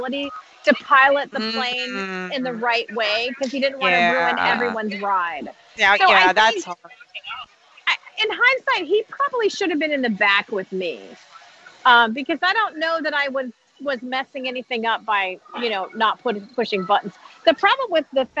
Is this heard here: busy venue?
yes